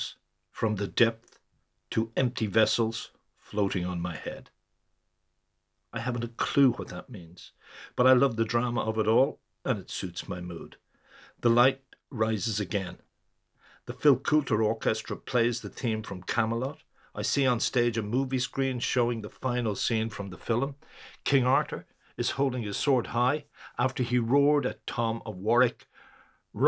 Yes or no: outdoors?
no